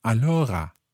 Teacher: In certain parts of the north of Italy, particularly towards the French border, you sometimes find that the R sound becomes a little more like a French R, like a R. So instead of allora, sometimes you hear allora.